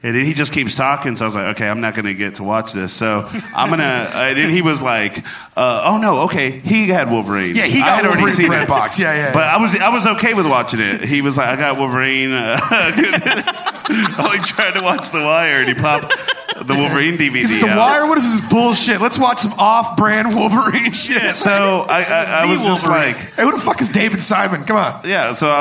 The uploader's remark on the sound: LIVE at Spider House Ballroom